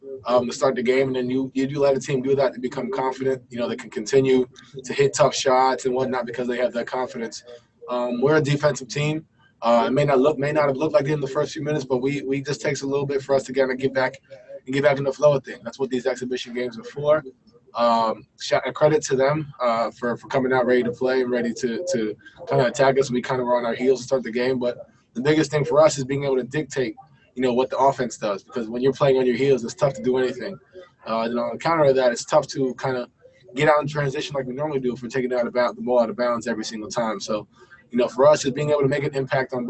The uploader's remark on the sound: Addressed the media via Zoom conference after the Utah Jazz dropped their first exhibition 101-88 to the Phoenix Suns in Orlando.